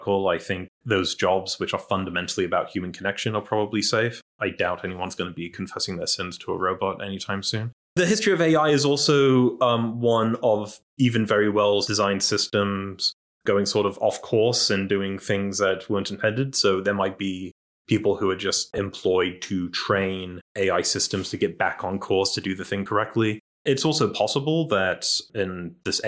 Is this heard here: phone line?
no